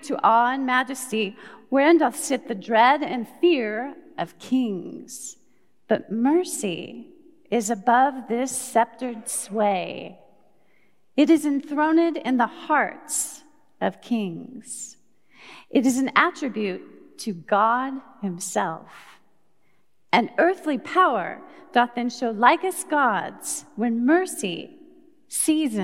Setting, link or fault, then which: setting, live audience